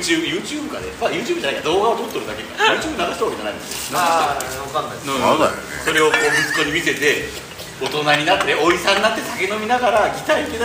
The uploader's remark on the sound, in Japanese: 今回は福岡県田川郡添田町英彦山の英彦山ガーデンキャンプに金曜日の焚火会3人と。英彦山ガーデンキャンプは、その昔アイススケート場でしたが、その後しばらく花園として営業されてあった跡地を現オーナーが開拓し、2021年にリニューアルして出来た全6区画のオートキャンプ場です。